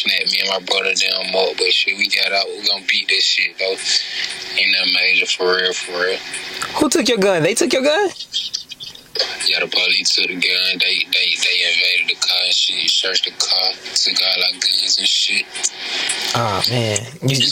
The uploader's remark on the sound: phone call